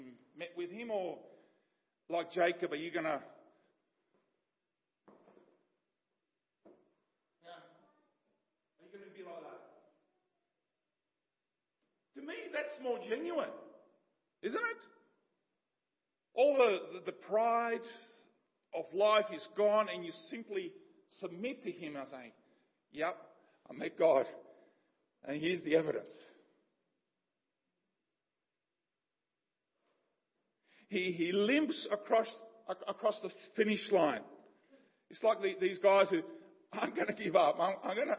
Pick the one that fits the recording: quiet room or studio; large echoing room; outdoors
large echoing room